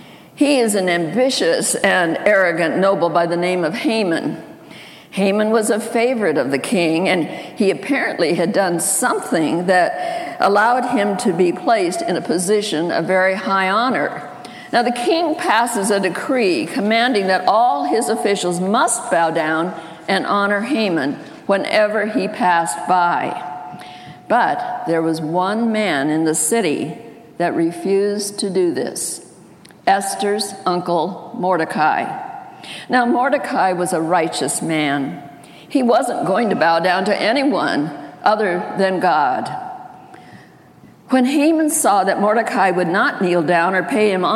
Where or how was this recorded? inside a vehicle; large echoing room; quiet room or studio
large echoing room